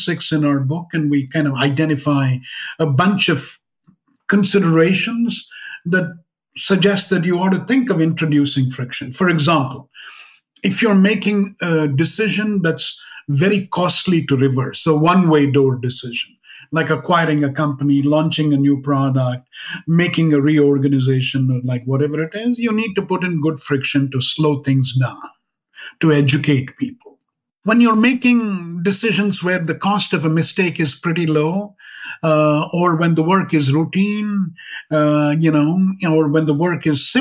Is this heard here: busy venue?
no